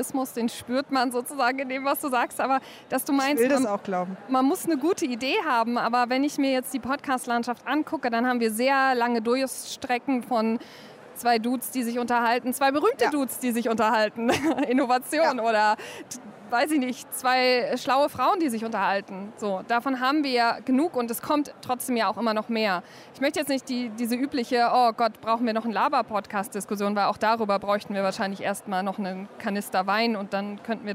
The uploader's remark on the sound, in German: Live-Podcast von der Republica